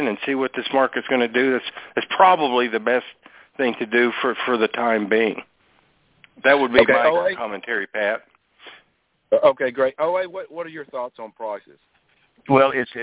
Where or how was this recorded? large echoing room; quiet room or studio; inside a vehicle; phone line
phone line